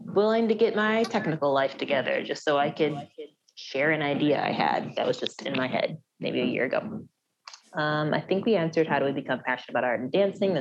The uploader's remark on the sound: We were asked to come in (Zoom-style).